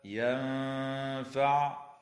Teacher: وتخفى النون الساكنة عند الفاء مع الغنة مرققة